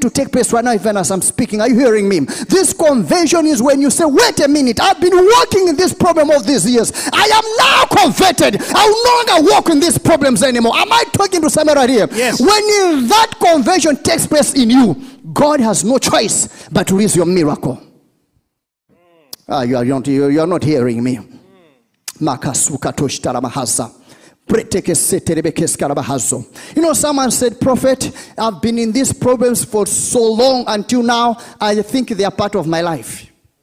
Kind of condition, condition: setting, large echoing room